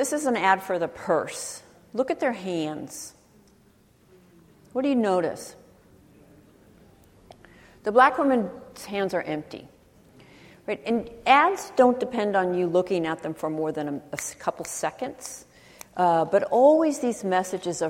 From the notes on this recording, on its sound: She spoke at UW’s Kane Hall on October 26, 2016 as part of the UW Graduate School Public Lecture Series “Privilege and Politics.”